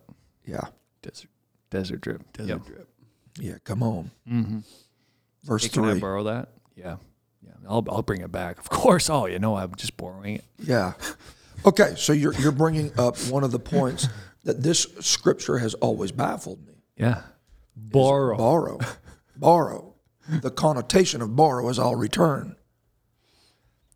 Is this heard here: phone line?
no